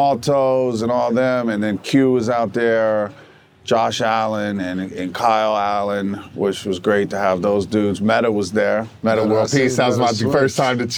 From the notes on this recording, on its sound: Shot on location at Top Golf Las Vegas.